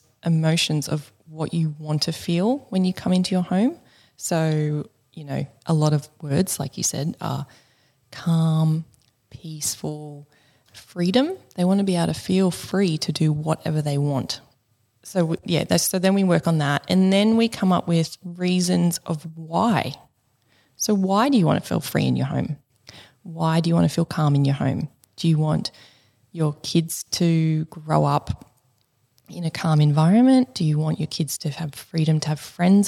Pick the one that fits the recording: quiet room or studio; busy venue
quiet room or studio